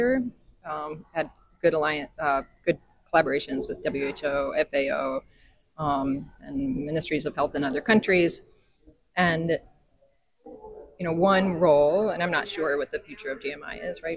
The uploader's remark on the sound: at the Global Microbial Identifier conference (GMI13) in Vancouver Canada